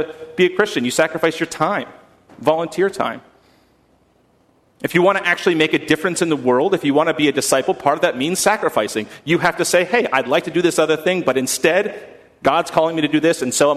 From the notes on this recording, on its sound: at First Congregational Church of Houston